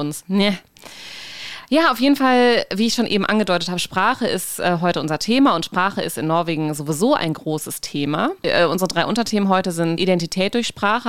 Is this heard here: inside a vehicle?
no